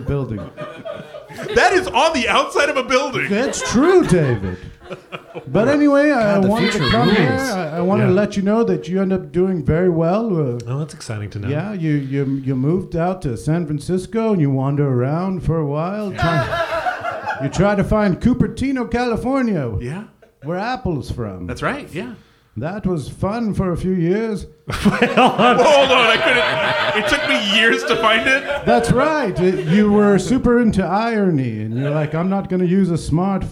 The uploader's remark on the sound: No Escape (Live at ColdTowne Theater). Recorded live at the the friendly confines of ColdTowne Theater.